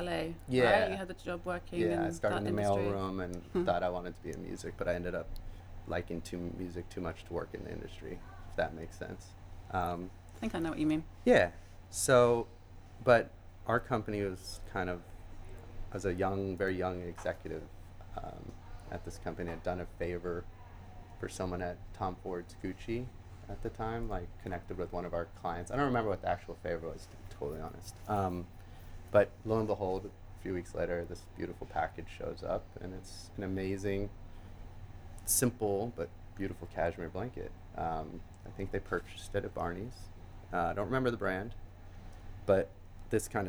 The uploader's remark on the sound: Recorded at 5 Carlos Place at Frieze Los Angeles